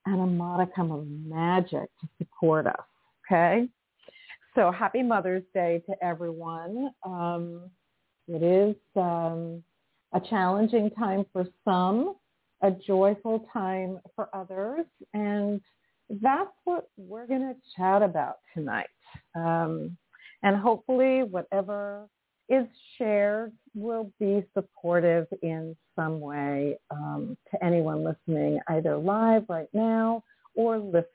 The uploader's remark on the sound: in response to callers' questions